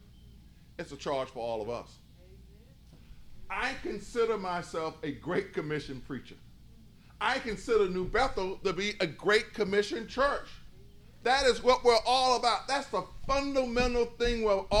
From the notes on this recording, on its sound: In a sermon recorded live at New Bethel